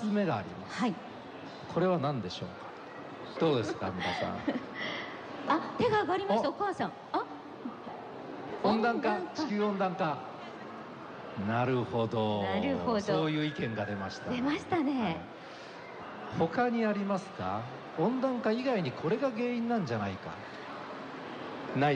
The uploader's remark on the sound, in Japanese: 公開録音：イオンモール神戸南